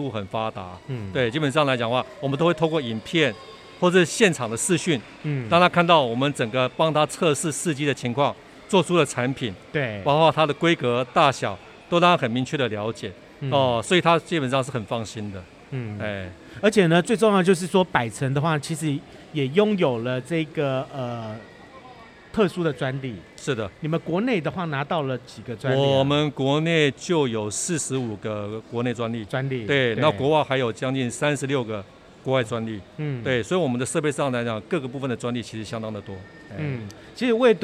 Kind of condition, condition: setting, busy venue